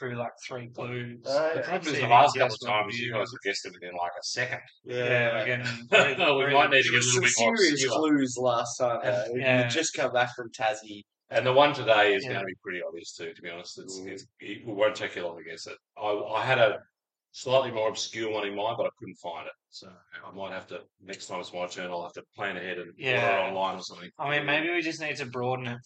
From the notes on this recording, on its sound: Despite a technical fail leaving this episode sounding like it was recorded using tins cans and a piece of string